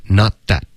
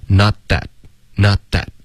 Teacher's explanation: This is not 的特省略，这个省略要求干脆的停顿，而你干脆停顿的方式是咬舌尖，OK？ Not 这里要咬舌尖，OK？